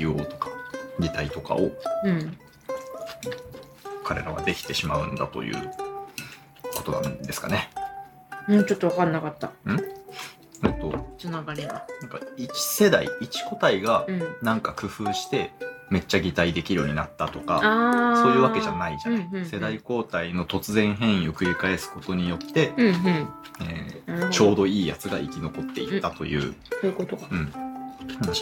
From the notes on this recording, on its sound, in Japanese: サラダうどん食べながら、ずぞぞっ音もかき混ぜ音も気にせずに、平常運転で収録です。